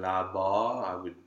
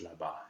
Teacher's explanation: And in some texts, you will find these systematically transcribed as a dark A, which is what we've done here. In the word là-bas, over there, technically the second A is a dark A. · Shown in: first take